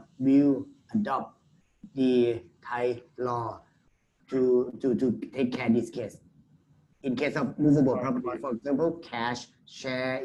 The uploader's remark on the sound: Thailand Private Client Virtual Round Table. Webinar audio recording.